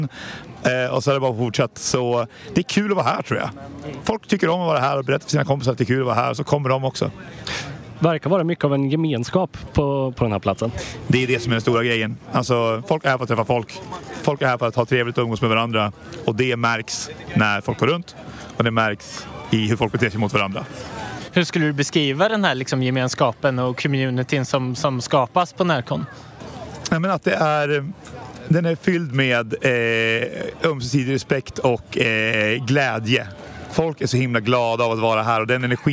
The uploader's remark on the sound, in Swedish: LIVE från NärCon 2022